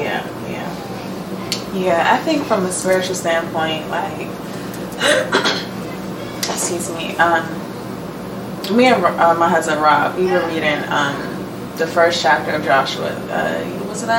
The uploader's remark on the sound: Sorry for audio quality.